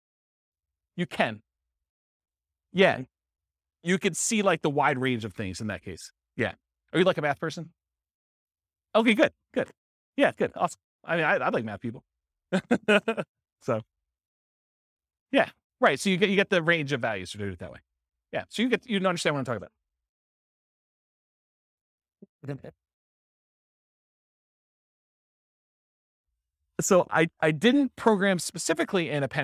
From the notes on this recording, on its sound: This was a live class recorded